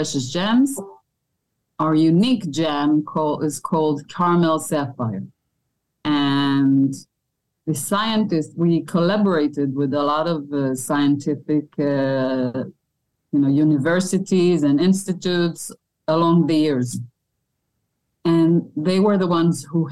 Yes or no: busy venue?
no